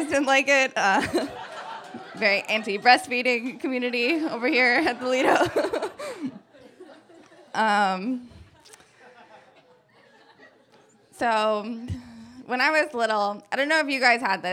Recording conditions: live audience